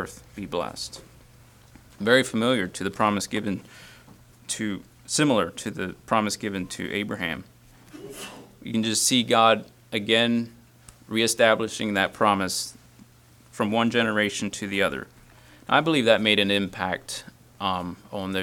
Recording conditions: large echoing room